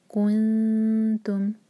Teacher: جب کن تم پڑھیں تو کیف کے دوما کے لیے ہمارے ہوٹ گول ہوں گے لیکن جب نون پر آئیں گے تو ہمارے ہوٹ گول نہ